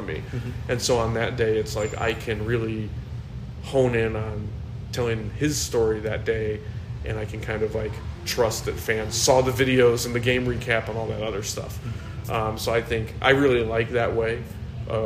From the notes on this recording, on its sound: We recorded at a downtown bar in early April during opening week of the brand new 2023 regular season and just a few hours following the postponement of a Cubs-Reds game due to rain.